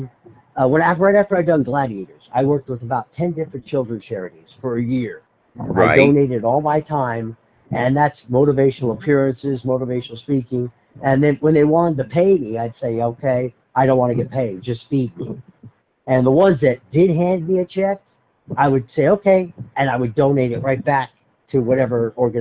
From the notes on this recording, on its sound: I made a phone call to square up the usual details. My phone has an automatic call record feature and the entire phone call was indeed Recorded.